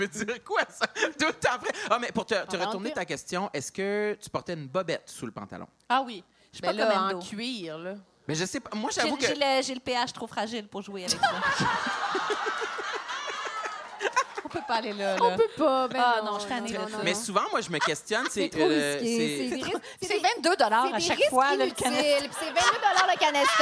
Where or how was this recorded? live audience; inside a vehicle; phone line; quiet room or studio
live audience